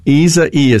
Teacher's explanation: The emphasis is on the second E sound